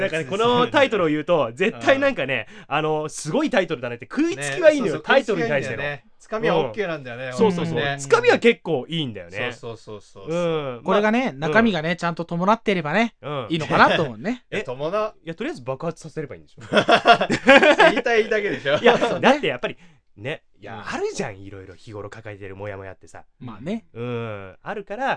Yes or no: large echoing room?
no